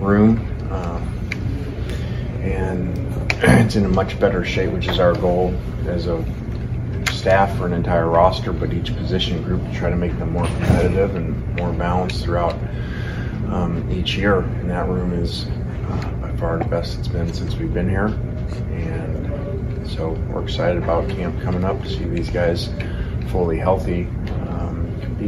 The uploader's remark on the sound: LIVE! From SEC Media Days